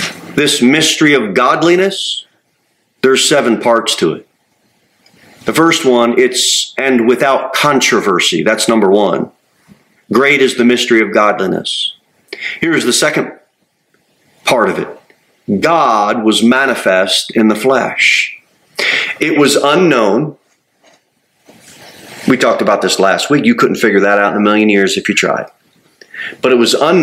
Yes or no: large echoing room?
yes